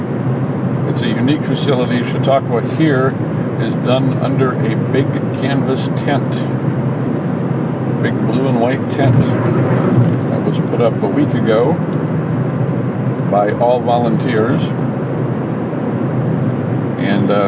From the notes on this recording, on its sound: A longer and different recording using Backpack as I drive home from the grocery store.